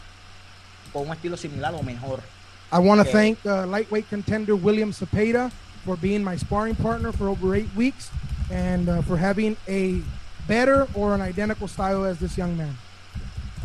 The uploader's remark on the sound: Post Fight Press Conference